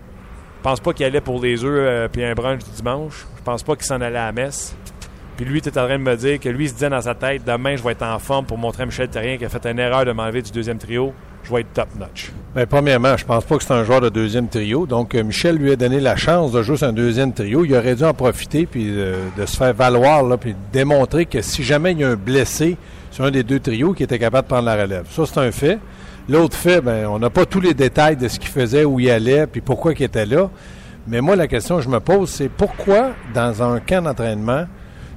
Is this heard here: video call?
no